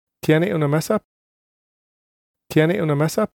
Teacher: he hasn't stressed any of the three words, so I'm afraid he sounds a bit robotic. The word he should have stressed is the verb tiene.